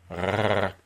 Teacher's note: And the thing flapping in this case is the uvula, or the whole back edge of the velum from which the uvula descends. And that gives you rrr. · Term: uvular trill